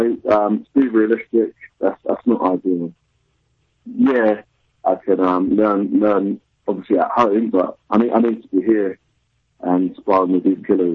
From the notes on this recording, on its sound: their first phone in interview